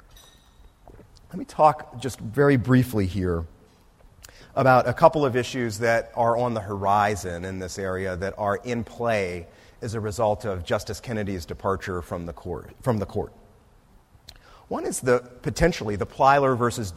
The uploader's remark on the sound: This talk was recorded on October 4, 2018, as part of the Law School's annual First Monday lecture series.